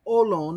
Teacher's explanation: when we have rough breathing marks, we don't do the sound, the aspiration, as in Erasmian.